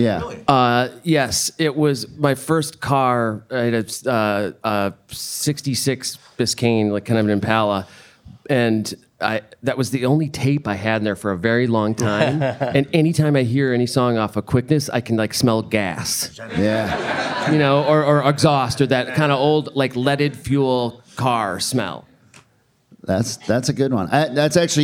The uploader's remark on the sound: It was recorded live in front of a wonderful audience at Rev Hall Show Bar in Portland Oregon during our amazing weekend of shows there. This was our first episode with more than one guest.